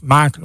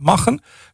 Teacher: En, en K wordt een G-klank, dus maken wordt machen. · Shown in: second take · Term: verschoven medeklinkers